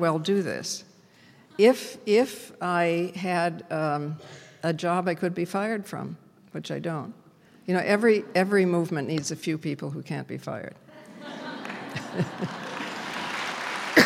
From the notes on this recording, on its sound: Was invited back to her alma mater Smith College to be part of the 2016 Presidential Colloquium. To a packed audience. This lecture was recorded on March 28th, 2016 at John M.